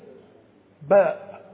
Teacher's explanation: طب في حروف من باطن الشفتين باء، الاثنين اشتركوا فيها · Term: حروف شفة